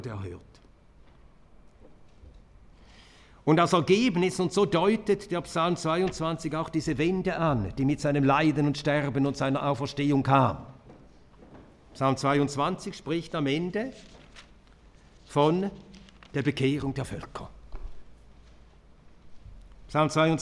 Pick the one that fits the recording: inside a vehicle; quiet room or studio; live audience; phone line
live audience